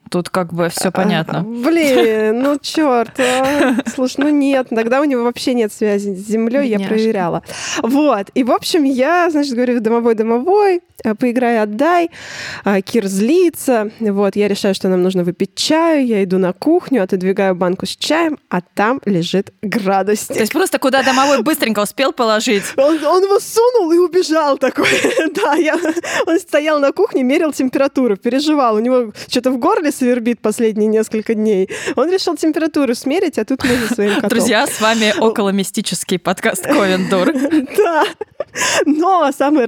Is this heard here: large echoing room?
no